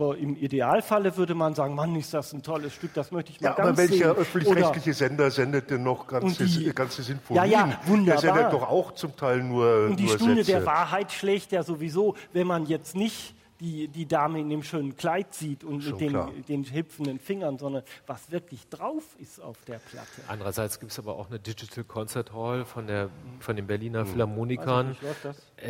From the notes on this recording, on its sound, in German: Live aus dem Schloss Gottesaue der Hochschule für Musik Karlsruhe. Live aus dem Schloss Gottesaue in Karlsruhe. Livemusik mit iPod, Sony PSP und Nintendo DS.